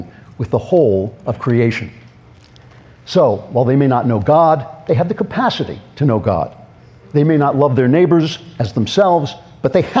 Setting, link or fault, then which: setting, live audience